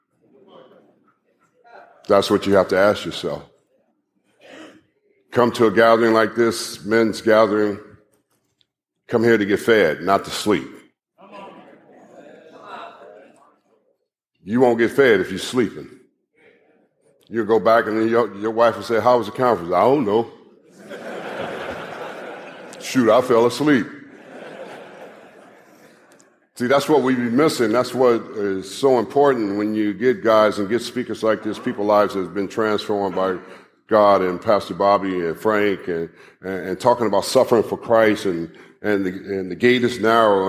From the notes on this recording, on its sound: live message from the Kingdom Men's Gathering